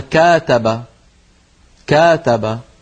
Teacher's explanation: هل رأيتم أن تطويلا قليلا في فتحة الكاف حولها إلى ألف